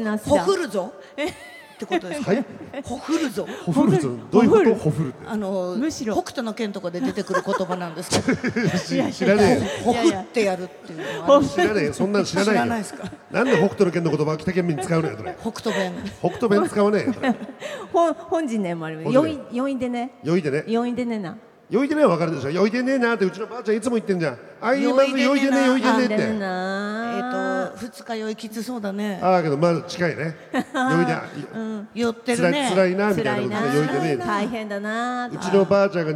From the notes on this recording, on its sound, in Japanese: イオンモール秋田にて行われた公開収録より。